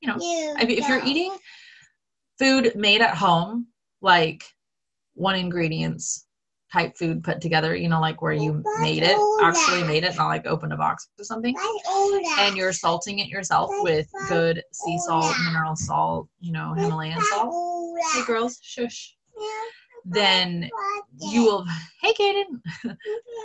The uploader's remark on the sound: One of the last Zoom calls made in the old house before we moved to the farm!